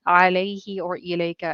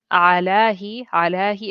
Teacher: When attached to a pronoun, ila and ala are pronounced with a ya. · Shown in: first take